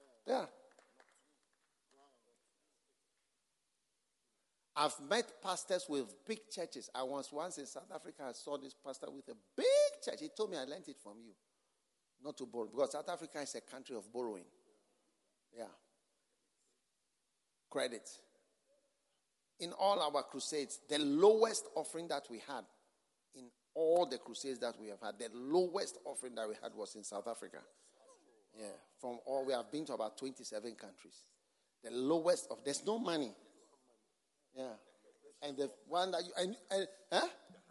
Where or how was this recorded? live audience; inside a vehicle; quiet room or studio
live audience